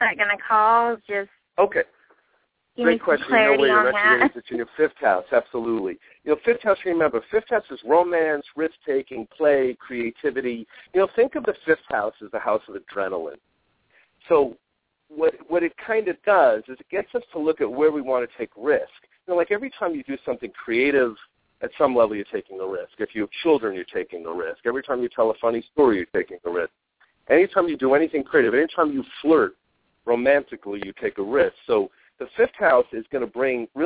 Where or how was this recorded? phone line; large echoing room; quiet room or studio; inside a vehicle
phone line